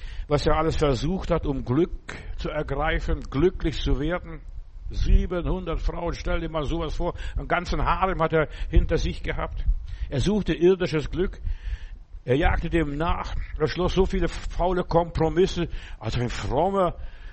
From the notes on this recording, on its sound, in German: im Gemeinde-Zentrum in Berlin aufgenommen